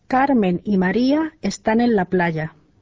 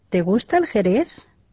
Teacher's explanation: Väitelauseen intonaatio on laskeva ja kysymyslauseen intonaatio nouseva, paitsi jos se alkaa kysymyssanalla.